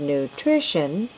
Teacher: The word nutrition has 3 syllables and is stressed on the second